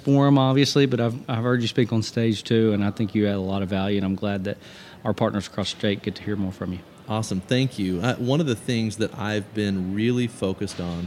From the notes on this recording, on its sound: takes the podcast on the road once again at the Arkansas Tourism Conference